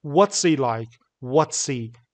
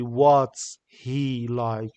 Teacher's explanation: Reduction of H in he, him, his or her. · Shown in: first take